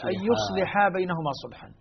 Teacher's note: يصالح تقرأ بالضم والتسكين والتخفيف مع القصر أي بدون ألف وكسر اللام